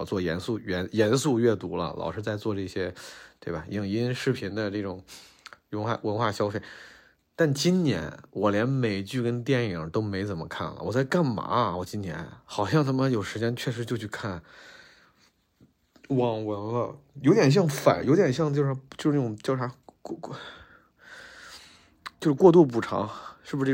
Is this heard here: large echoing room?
no